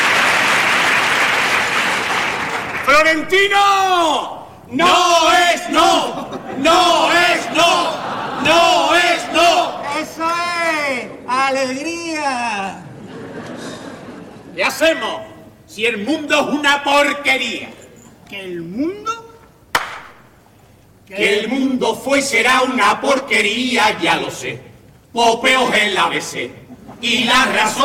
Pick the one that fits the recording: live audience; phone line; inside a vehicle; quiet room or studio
live audience